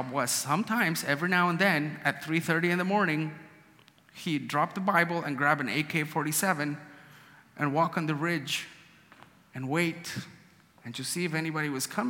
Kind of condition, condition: setting, live audience